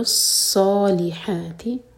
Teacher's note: ص ہیوی پڑھنا ہے، صاد ہے یہ سین نہیں